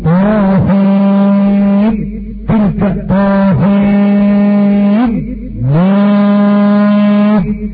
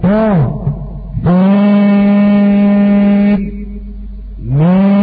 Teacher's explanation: قرأ حمزة وأبو جعفر بإظهار النون مع الميم